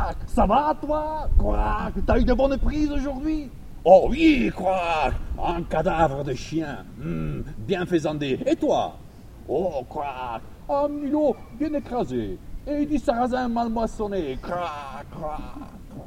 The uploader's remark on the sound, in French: 18ème Festival Interculturel du Conte - Ile de Vassivière. Un medley festivalier conté à écouter de préférence au casque et les yeux fermés.